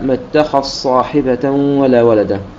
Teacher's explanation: فينتقل من الخاء المفتوحة المفخمة إلى الصاد المفخمة مباشرة · Term: الإدغام